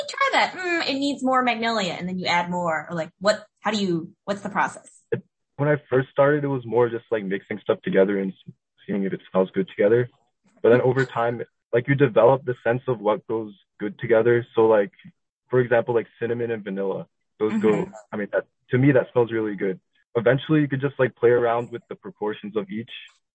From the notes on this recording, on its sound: I asked if I could simply record a cold phone call with him, and he was miraculously game. This is our literal phone conversation of our first time ever speaking.